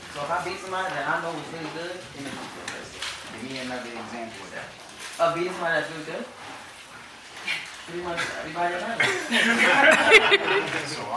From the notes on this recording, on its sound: This was a video changed to MP3. Please excuse the poor sound quality.